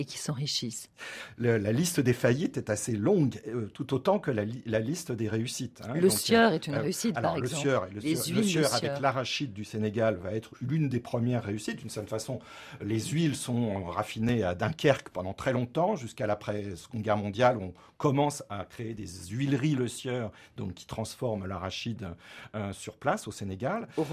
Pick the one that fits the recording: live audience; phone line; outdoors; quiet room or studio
quiet room or studio